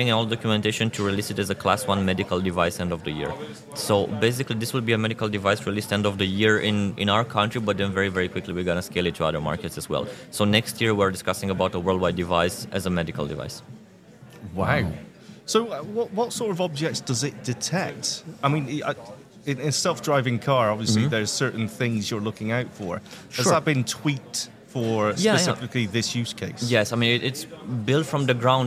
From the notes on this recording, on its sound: live from Vienna at the Zero Project Conference